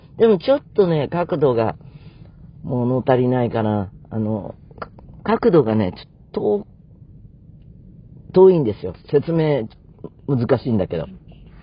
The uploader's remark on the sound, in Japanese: 車の中からコニャニャチワ！だがしかし、車は走っていないようです